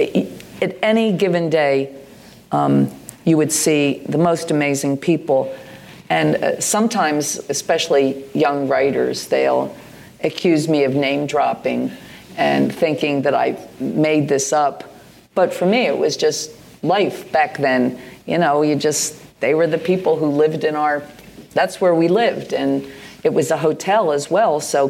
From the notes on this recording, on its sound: At a sold-out 600 capacity venue, the crowd eagerly await this live In Conversation